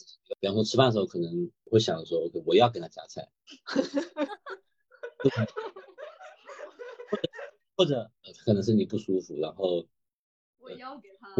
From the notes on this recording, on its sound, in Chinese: 本期节目为线上录制，音质稍有瑕疵望大家谅解。